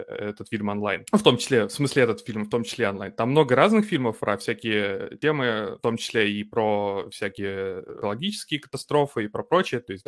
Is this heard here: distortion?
no